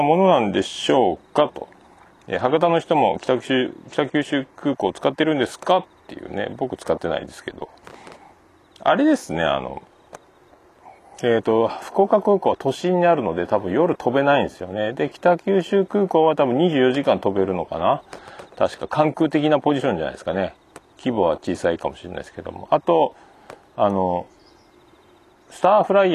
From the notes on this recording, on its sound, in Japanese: 歌謡祭の帰り道収録